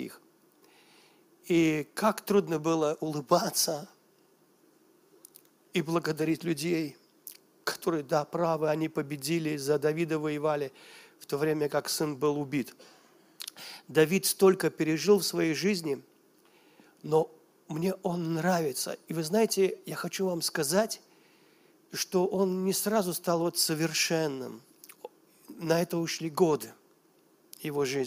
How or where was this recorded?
large echoing room